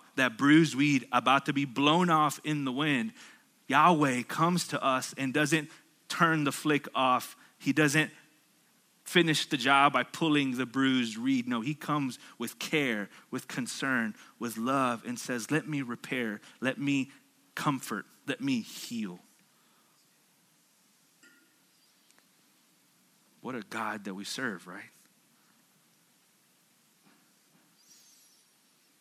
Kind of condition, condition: setting, large echoing room